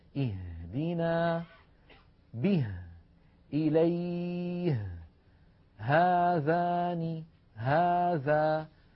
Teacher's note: تخرج هذه الهاء من أقصى الحلق وليس من الصدر وليس من القصبة الهوائية كما يفعل بعض الناس. · Term: حرف الهاء